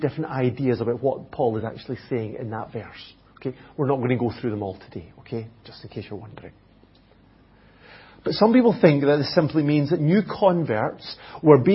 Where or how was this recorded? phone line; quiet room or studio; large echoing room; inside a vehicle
large echoing room